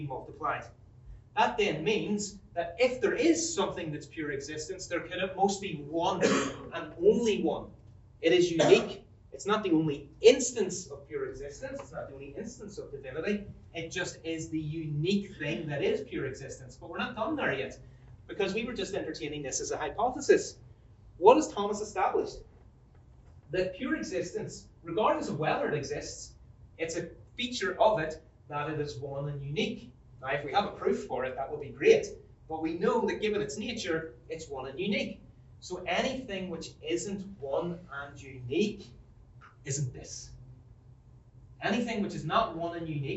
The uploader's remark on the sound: This lecture was given on March 29, 2023 at Trinity College Dublin.